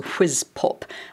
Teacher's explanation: At least if you have an accent like mine, it has a fricative sound, so whiz pop. And then it's got that plosive at the end, so it imitates the sound of something that's got an explosion and a lot of air, which, without being indelicate about it, that's exactly what whiz popping is.